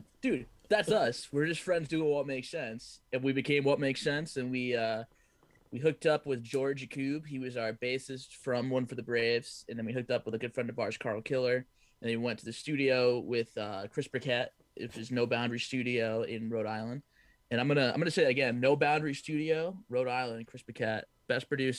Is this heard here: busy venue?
no